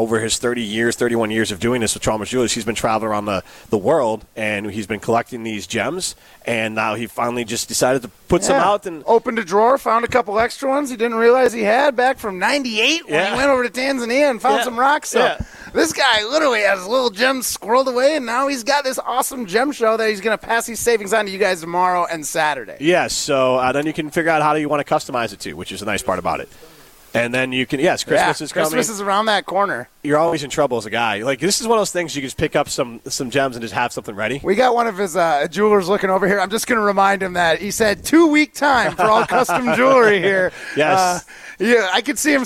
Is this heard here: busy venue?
yes